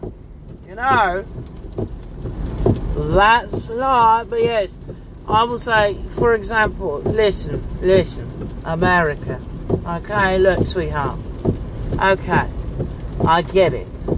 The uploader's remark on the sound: here is an idiot screaming in the car